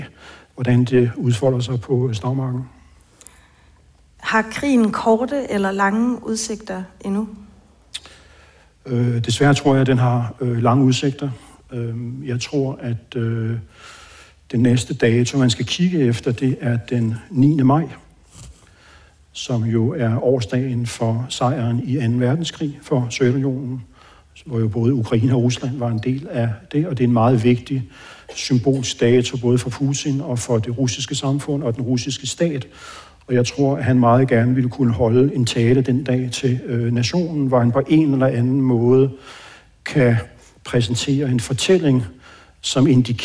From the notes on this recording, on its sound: med podcastens lyttere til en live-optagelse af Fri Ukraine